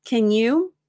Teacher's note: Americans use the reduced form, can. It's almost like the A is gone. So you just imagine a K-N.